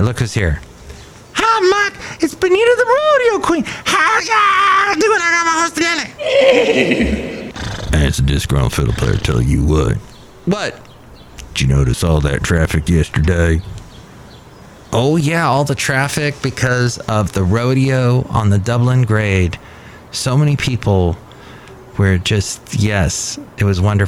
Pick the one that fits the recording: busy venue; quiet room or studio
busy venue